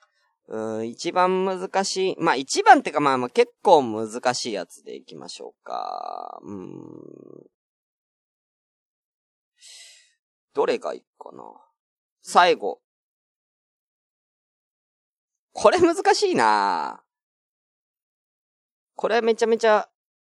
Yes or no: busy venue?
no